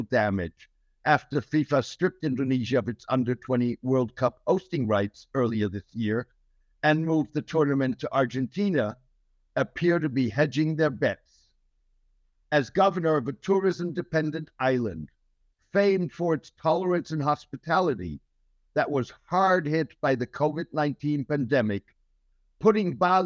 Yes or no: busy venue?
no